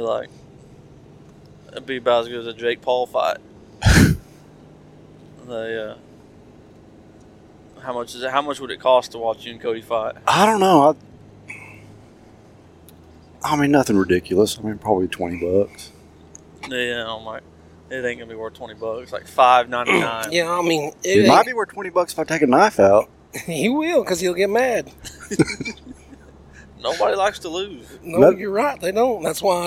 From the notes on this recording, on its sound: On the drive home we recorded a run down.